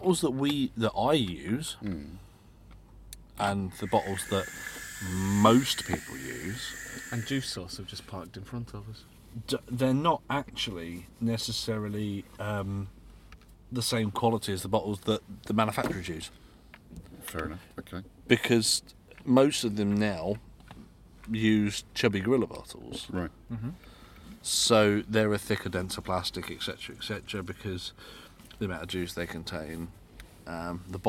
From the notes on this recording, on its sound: Vape Jam UK Special. We spent way too much time in the pub, and barely any time recording. As per usual with live recordings, the audio is not of studio quality. Most of it was recorded in the car!! I also recorded the end section using the wrong microphone and just didn't have the time to rerecord it.